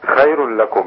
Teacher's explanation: خير لكم هنا إدغام من غير غنة